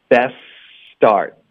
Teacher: to, get off to, get off to the best start. Best 很常见的一个词，特的音我们就彻底省略。然后 best 的这个嘶音呢，跟 start 的这个嘶音呢，两个都是嘶的音，我们就直接连起来，中间不要停顿